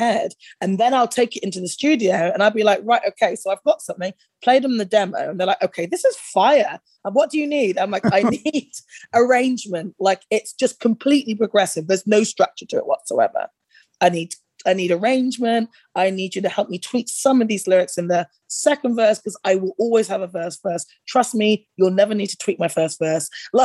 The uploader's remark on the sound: the "Zoom Room"